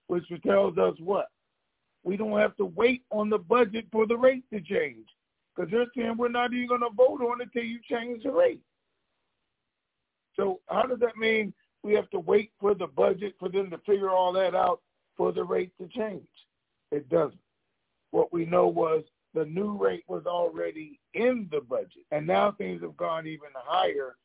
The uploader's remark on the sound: TNTSuperfantastic Conference Call